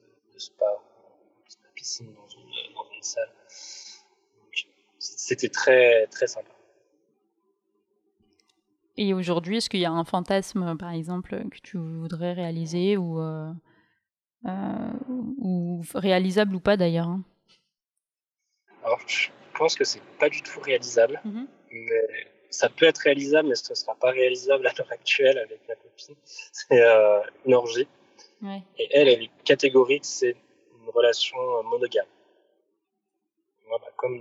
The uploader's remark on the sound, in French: l’enregistrement ayant été fait à distance, il y a un léger écho je m’en excuse.